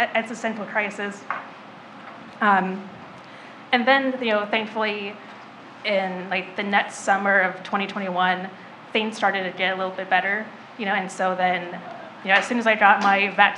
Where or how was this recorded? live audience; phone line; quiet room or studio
live audience